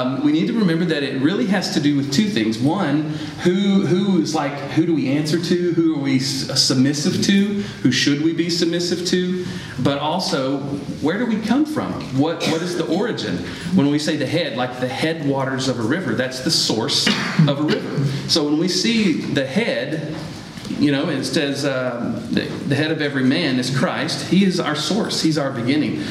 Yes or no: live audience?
yes